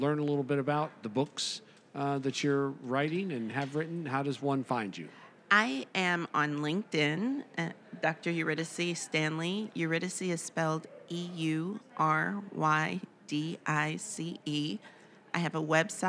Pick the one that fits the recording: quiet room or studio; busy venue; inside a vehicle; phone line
busy venue